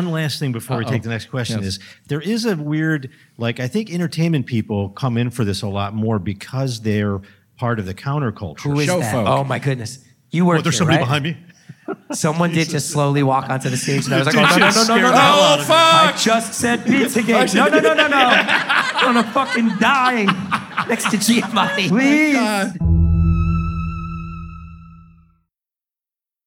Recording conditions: live audience